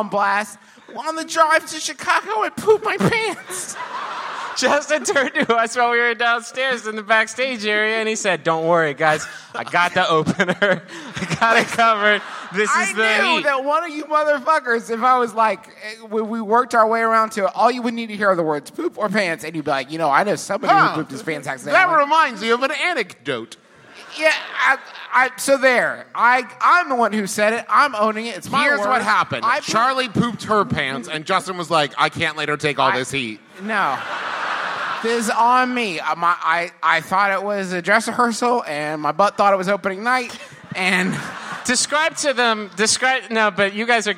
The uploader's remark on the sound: Here's our final live show from our Midwest tour from earlier this year, which took place Easter Sunday at the Athenaeum in beautiful Chicago, IL.